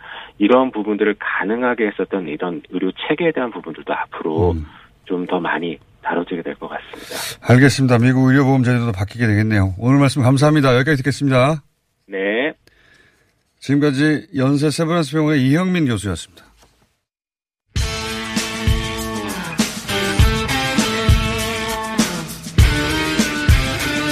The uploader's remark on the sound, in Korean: 전화연결